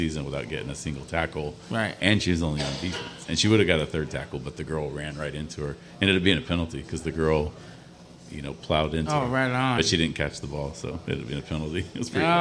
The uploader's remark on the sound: Live from Wheelhouse Lounge in Port Hueneme. Live from the Wheelhouse VIP Lounge.